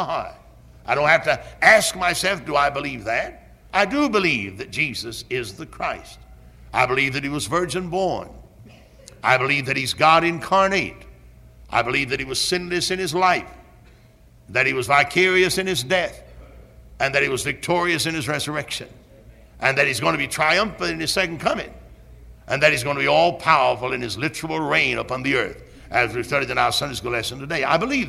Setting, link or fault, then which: setting, large echoing room